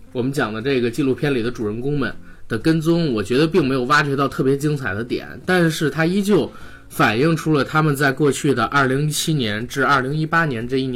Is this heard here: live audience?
no